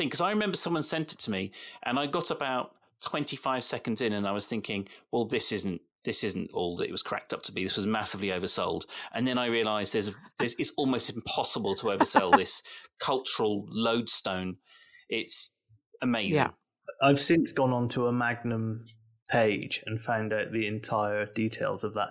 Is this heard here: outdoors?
no